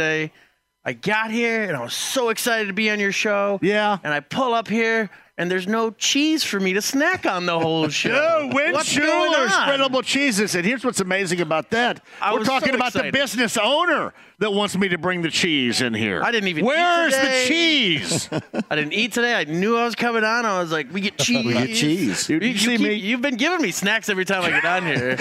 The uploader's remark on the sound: Live from Joe's Grill.